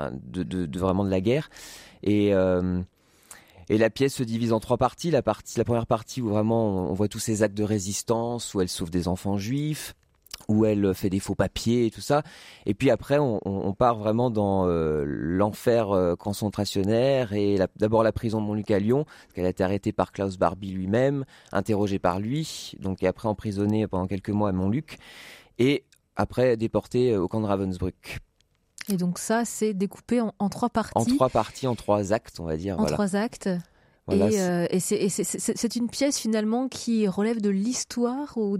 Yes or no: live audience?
no